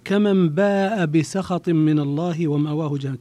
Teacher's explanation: مد متصل، اتفق الجميع على مده، على مده، وهم صاروا بين التوسط والإشباع